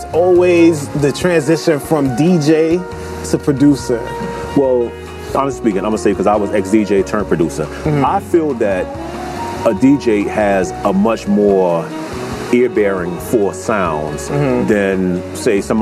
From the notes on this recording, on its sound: Todays show we are outside.